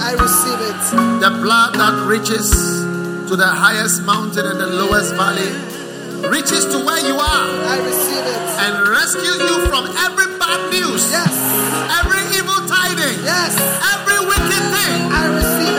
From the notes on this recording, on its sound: Preached at the First Love Center, Accra.